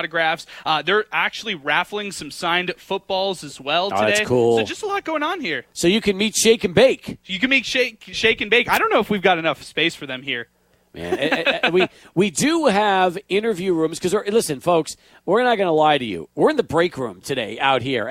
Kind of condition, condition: setting, busy venue